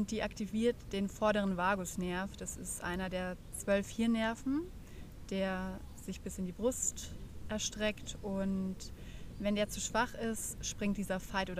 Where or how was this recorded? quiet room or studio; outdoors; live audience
outdoors